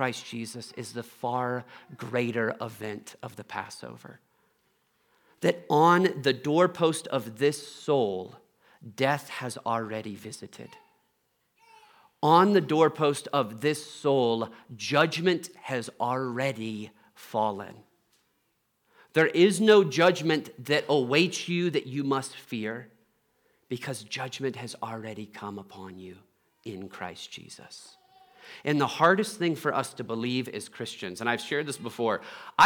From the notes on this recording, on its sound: Trinity Anglican Church Littleton, CO.